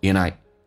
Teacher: And 跟 I 有一个连音，不是 andI，把 D 去掉，用 and 进行连音